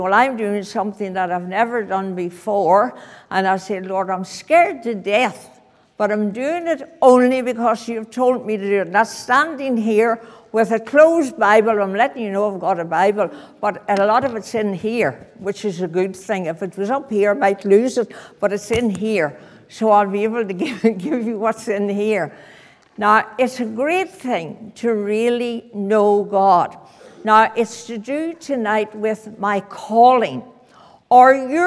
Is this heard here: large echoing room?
yes